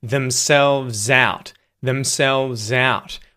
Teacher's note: We link that z sound at the end of themselves to the start of the word out because it starts with a vowel sound. · Term: connected speech